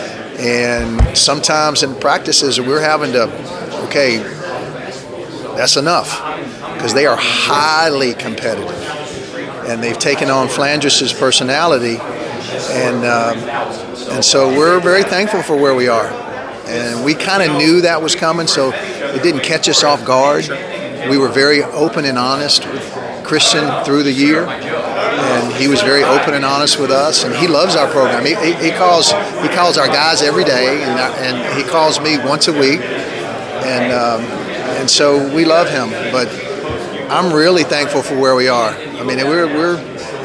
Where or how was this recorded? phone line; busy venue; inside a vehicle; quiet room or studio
busy venue